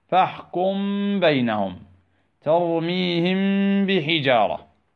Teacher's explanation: فنقلل الاعتماد على مخرج الميم مع الإتيان بالغنة بمقدار حركتين · Term: الإخفاء